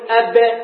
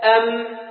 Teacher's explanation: الباء من حروف الشدة والميم من حروف الرخاوة